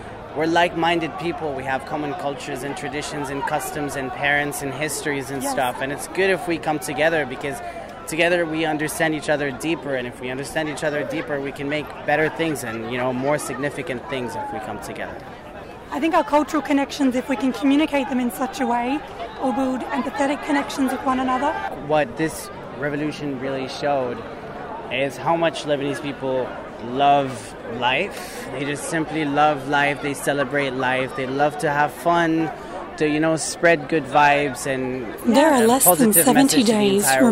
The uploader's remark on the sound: attended the second solidarity protest in Melbourne, juggling a recorder, camera, and Lebanese flag in her hands to capture your voices, pride and unity